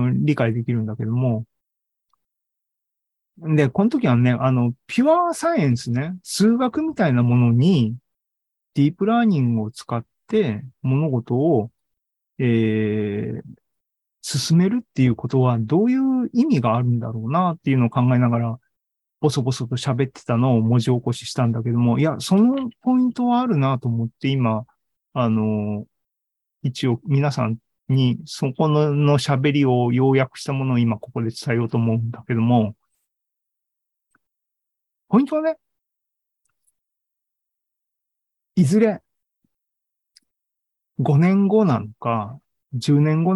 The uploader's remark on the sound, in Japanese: ２０２２年１０月２６日に開催した ZOOMライブの模様です